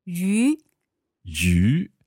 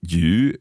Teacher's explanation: So 鱼, fish, second tone